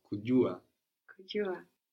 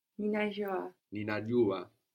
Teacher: this J sound in Swahili is like having the tongue up against the roof of the mouth with a lot of contact there and without the friction J quality